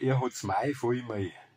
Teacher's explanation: Da mal das L vokalisieren. Wir machen aus dem Konsonanten L, machen wir den Vokal I.